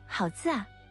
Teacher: 前面的字以舌尖前元音结尾，也就是 z, c, s 后面的那个音啊读成 za · Term: 语流音变